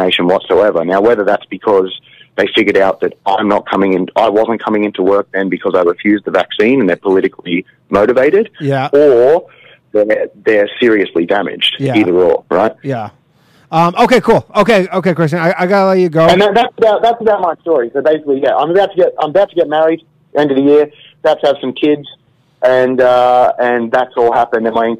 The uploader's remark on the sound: The bad advice question/call in show.